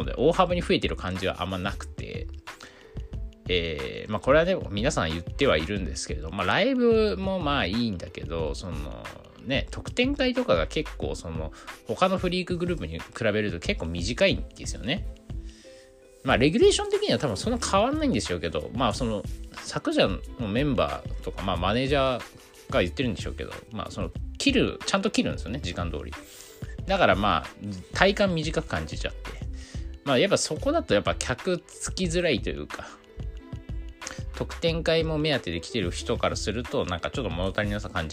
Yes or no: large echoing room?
no